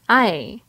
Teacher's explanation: The diphthong AI is composed of the same A, as in la, plus the I in machine.